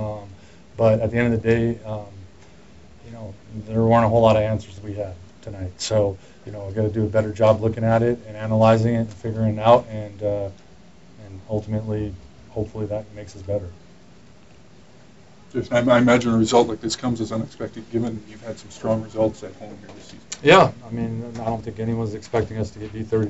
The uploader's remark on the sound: Here's the post game media scrum with Edmonton Eskimos head coach.